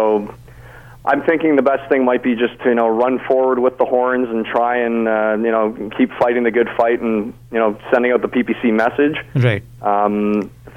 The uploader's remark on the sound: He called into my talk show Mid Day Matters to provide details. This segment aired live on the day the writ was dropped.